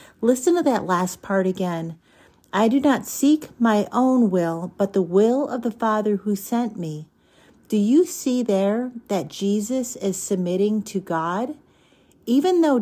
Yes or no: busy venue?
no